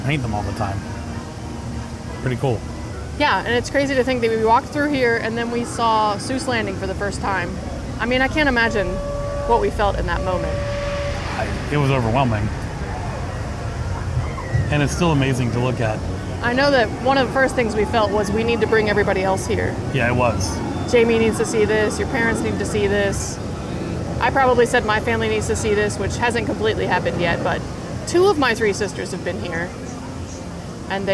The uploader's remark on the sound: Live From the Parks